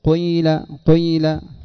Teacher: من الضمة في أول، من أول في الأول تأتي قو، لكن لا تأتي بها كاملة فتقول قول، ولا تأتي بالكسرة كاملة فتقول قيل، إنما جزء يسير من الضمة في أوله ثم التكملة بالكسر · Term: الإشمام